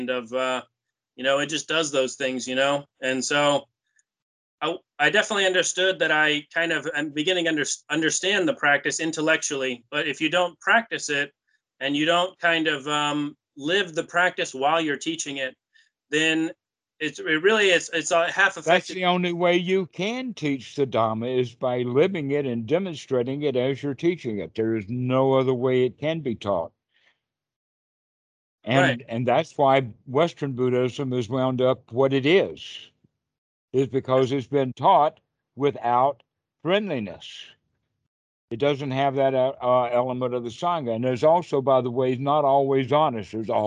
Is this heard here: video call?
yes